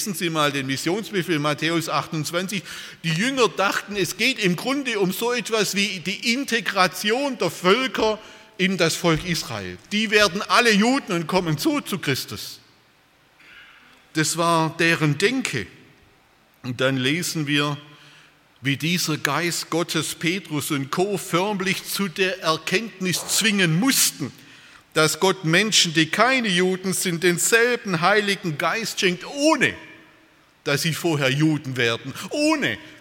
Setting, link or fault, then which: setting, large echoing room